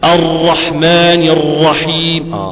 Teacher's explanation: يقوم الهواء يحرك اللسان بشكل مترلي · Term: تكرار